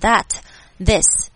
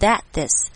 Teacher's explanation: 把它们连在一起，就把 that 的最后一个 t 忽略掉 · Shown in: second take